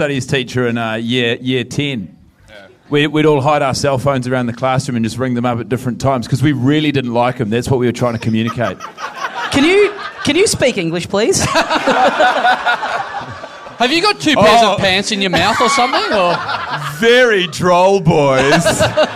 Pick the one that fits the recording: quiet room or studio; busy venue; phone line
busy venue